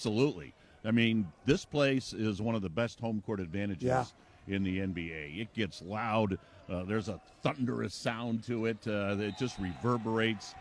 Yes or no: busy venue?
yes